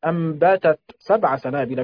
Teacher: وقرأ أبو عمرو وحمزة والكسائي أنبتت 7 سنابل بإدغام التاء في السين، أنبتت 7 سنابل بإدغام التاء في السين لأنهما مهموستان